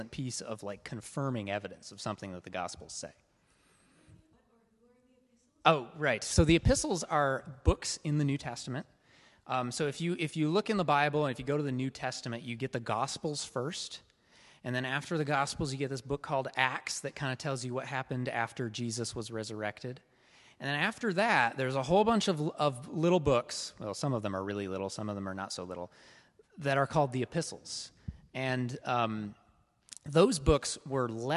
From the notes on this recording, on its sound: This is a recording of the first week of Part 1 of our in-person course. (class format).